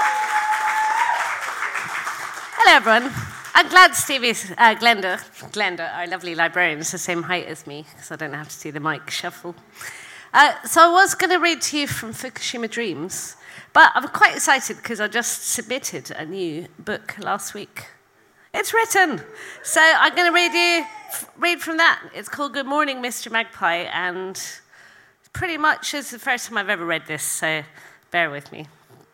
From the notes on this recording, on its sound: at our regular venue Hootananny Brixton